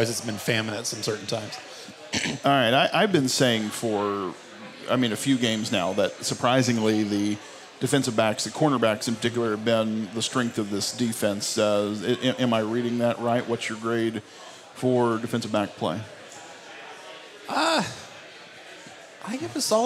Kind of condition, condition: setting, live audience